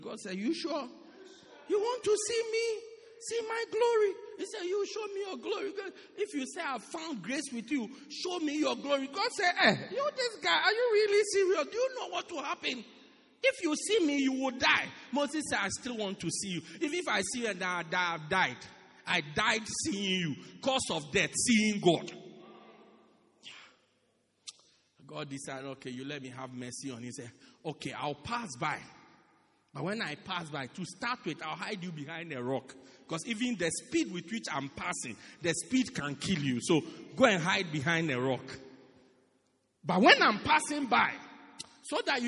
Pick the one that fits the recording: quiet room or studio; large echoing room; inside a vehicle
large echoing room